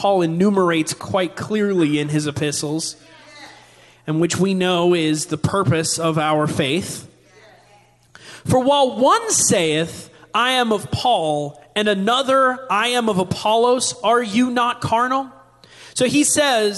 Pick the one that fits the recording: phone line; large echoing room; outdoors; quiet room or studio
large echoing room